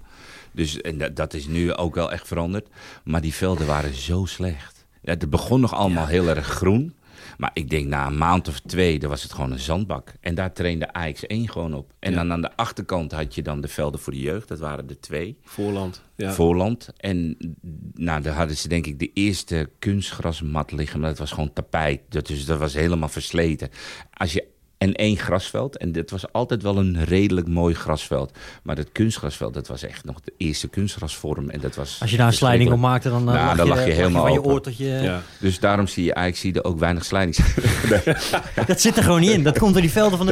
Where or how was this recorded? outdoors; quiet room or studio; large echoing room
quiet room or studio